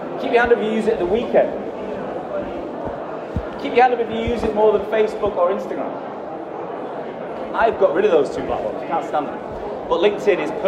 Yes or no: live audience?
yes